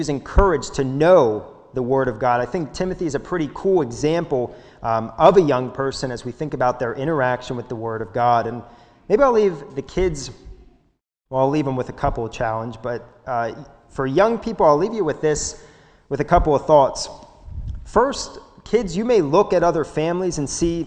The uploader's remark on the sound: This sermon was recorded live at the Lebanon Bible Fellowship Church in Lebanon, PA during the morning service.